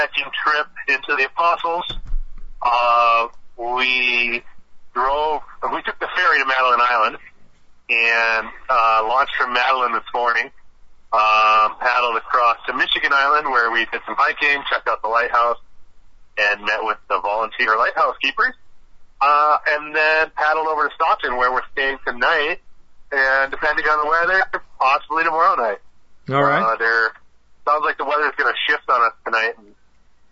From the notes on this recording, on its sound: Calls in from Stockton Island on Lake Superior. Day 1 of a three day camping trip in the Apostle Islands.